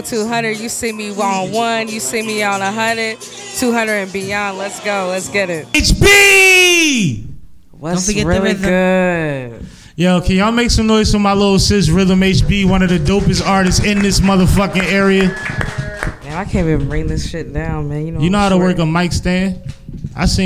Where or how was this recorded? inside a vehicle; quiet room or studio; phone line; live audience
live audience